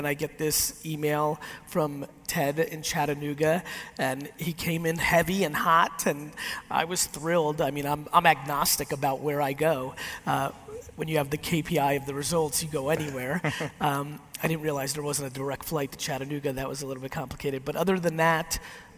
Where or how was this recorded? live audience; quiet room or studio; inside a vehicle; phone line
live audience